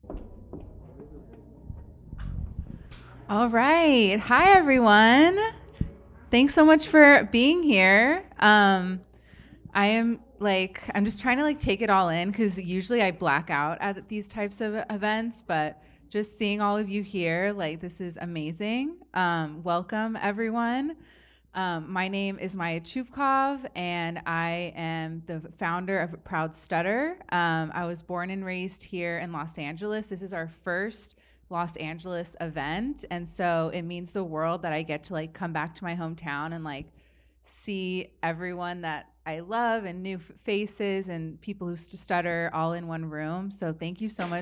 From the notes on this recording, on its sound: Comic Book Launch - LIVE from Octavia's Bookshelf.